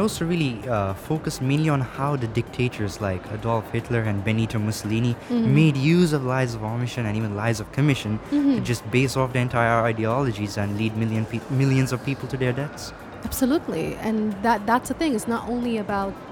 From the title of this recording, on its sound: Live from SIBF 2022